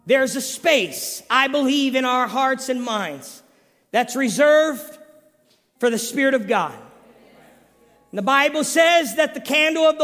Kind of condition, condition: setting, large echoing room